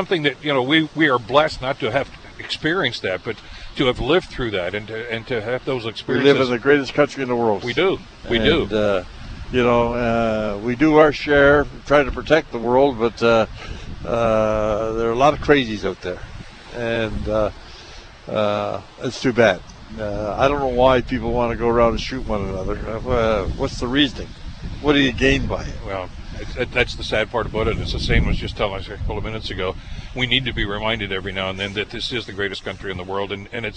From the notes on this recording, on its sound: Live from Gore Park. Held a live broadcast from Veteran's Place, in downtown Hamilton, Ontario.